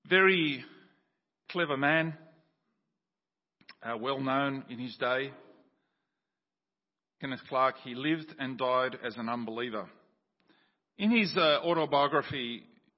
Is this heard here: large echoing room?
yes